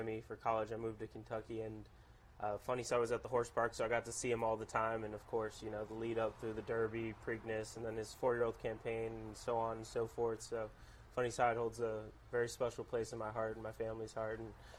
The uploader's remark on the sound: live from Saratoga Race Course